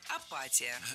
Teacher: в этом слове ударять надо не «и» в предпоследнем слоге, а чуть раньше